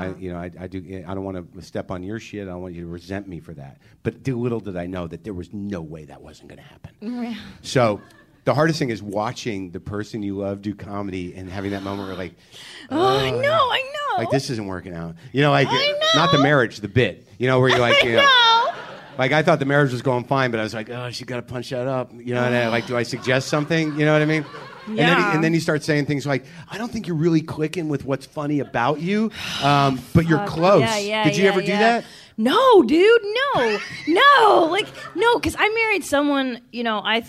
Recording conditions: busy venue